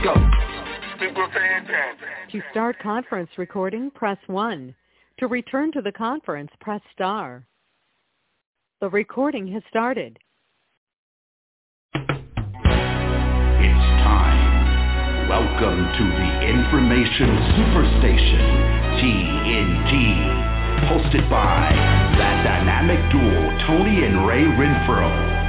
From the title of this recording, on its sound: TNTSuperfantastic Conference Call - Wednesday, June 16, 2021